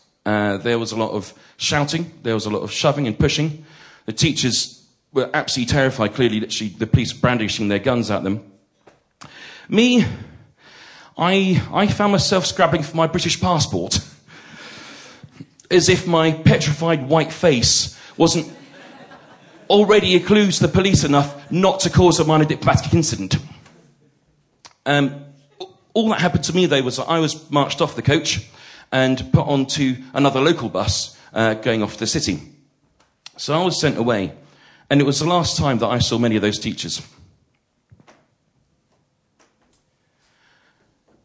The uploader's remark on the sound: The first of three live recordings from our Tragic Beginnings live event which took place at the Hackney Attic on the 17th January 2014.